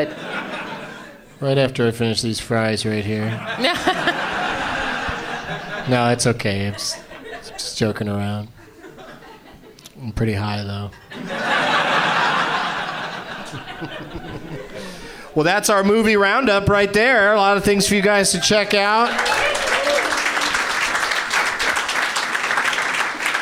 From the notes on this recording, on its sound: Live from the Helium Comedy Club in Philadelphia